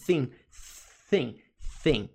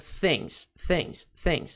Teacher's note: Você tem esse TH, pronúncia de TH é como se você estivesse produzindo o som de S nessa palavra. É como se você estivesse produzindo o som de S com a língua presa. Se você falasse sim com a língua presa, ficaria thing, thing, thing.